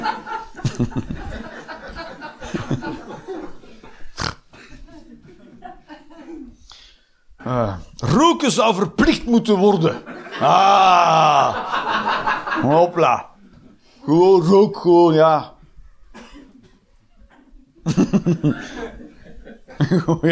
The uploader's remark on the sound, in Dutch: Live 22 Maart 2023, bij ComedyhuisClub, Utrecht